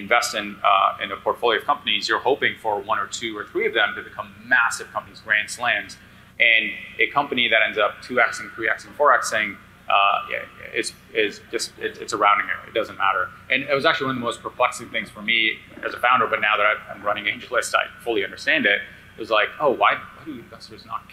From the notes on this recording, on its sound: This conversation was recorded at the BUILD Summit in New York.